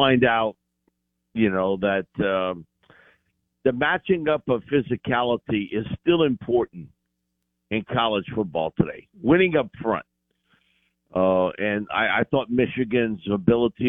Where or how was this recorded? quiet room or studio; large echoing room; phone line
phone line